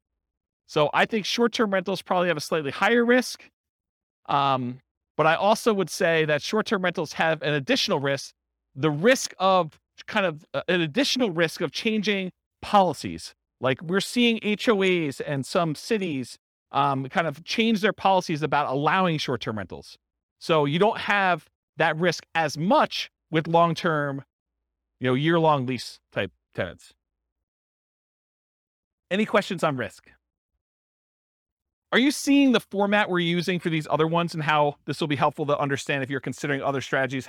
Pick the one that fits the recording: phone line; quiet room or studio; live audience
live audience